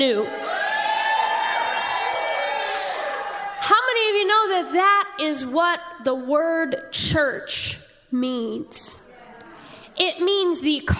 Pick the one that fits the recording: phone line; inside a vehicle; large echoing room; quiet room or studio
large echoing room